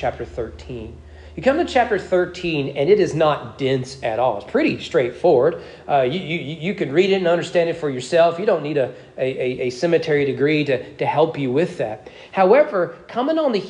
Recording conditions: large echoing room